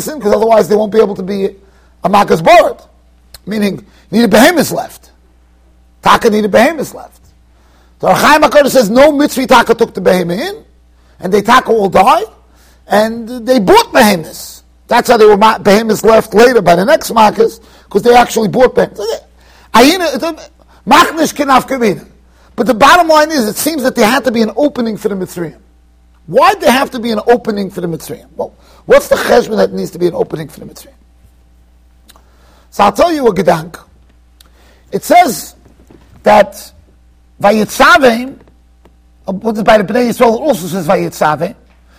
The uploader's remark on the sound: Shiur recorded in Yeshivas Ohr Reuven, Monsey NY.